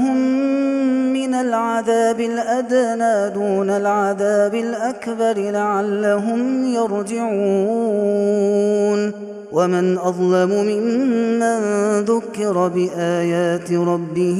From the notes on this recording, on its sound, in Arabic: هذا التسجيل من صلاة التراويح